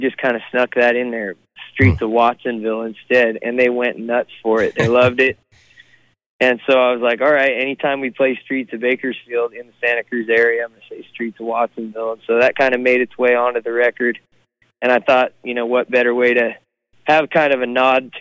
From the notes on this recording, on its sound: on the phone, from the road